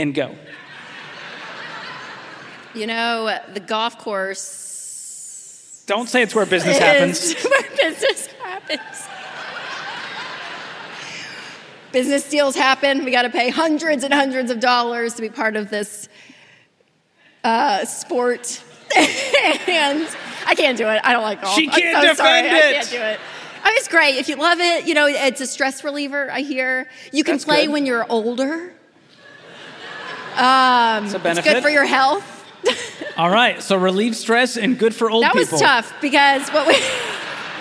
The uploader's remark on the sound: Featuring the very first LIVE audience in the new Ramsey Event Center. From the Smart Conference stage.